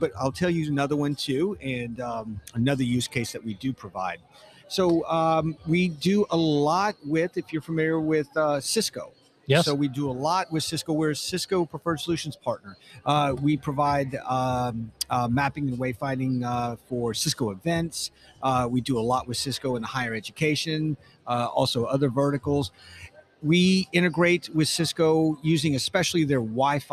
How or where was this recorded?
busy venue